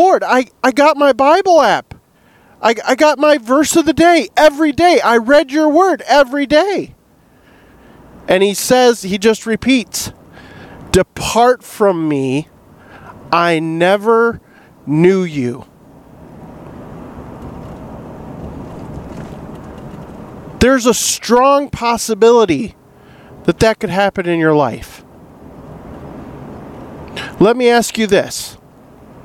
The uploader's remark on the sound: In this episode I do a Faith Friday episode in the truck.